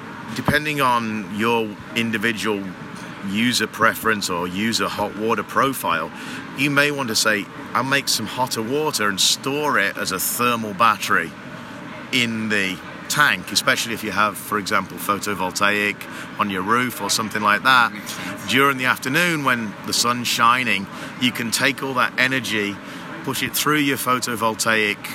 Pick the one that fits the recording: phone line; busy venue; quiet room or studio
busy venue